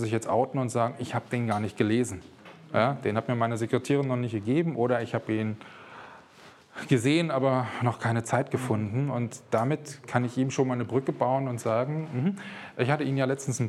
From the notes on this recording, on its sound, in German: Live-Mitschnitt VGSD Vortrag Akquise. Hören Sie einen Live-Mitschnitt eines Vortrags bei der Regionalgruppe Berlin des VGSD zum Thema Akquise. (gekürzte Version).